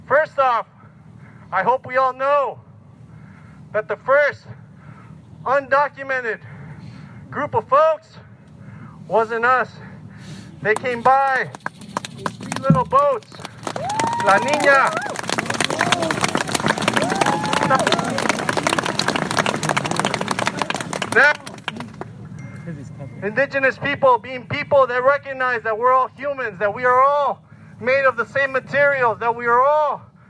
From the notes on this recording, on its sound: Ventura Justice March. The Ventura Police Department estimated 1,600 people turned out throughout the entire day. This audio does not represent all the speaking and activity that took place; it is only what was captured.